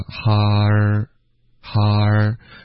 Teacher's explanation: hard 的这个的的音呢就省略